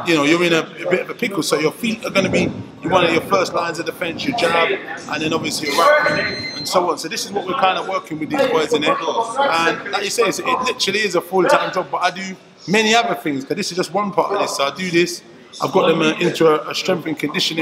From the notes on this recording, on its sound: Video Interview. Please Excuse The Background Noice, It Was Really Busy In The Gym.